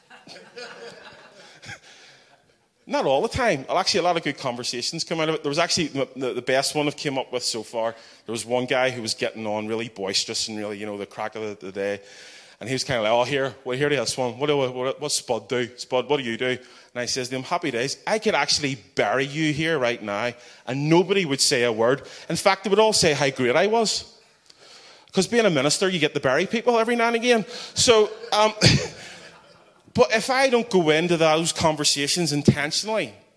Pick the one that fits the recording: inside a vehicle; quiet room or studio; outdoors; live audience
live audience